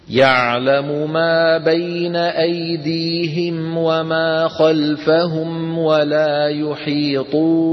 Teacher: الميم من الشفتين والواو من الشفتين · Term: اتحاد في المخرج